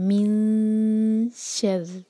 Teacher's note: اس کے بعد شین آ رہا ہے تو من شر، لائٹ اخفاء ہوگا، زبان کو فلیٹ رکھیں گے